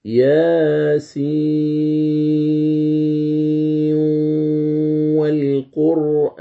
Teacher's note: قال المؤلف فقه الله: عند وصل ياسين والقرآن الحكيم للقارئ وجه واحد، إدغام نون السين من ياسين مع الواو مع المد طولا